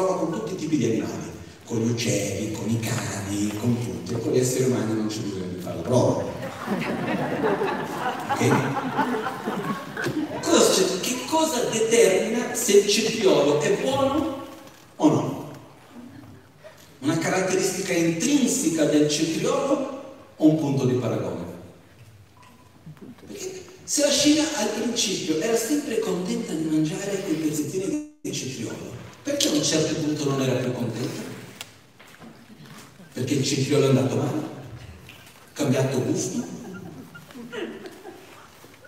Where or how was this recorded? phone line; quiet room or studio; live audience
live audience